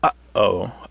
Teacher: And we do this glottal stop. We kind of restrict the airflow in the back of our throat. Uh-oh. You can kind of hear that there's something unusual happening there with that first sound.